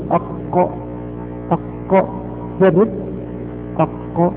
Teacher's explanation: أقصى اللسان يخرج منه القاف، أقصى اللسان مع ما يحاذيه من الحنس الأعلى عند اللها، واللها هي اللحمة هذه المشتركة في أعلى الحلق.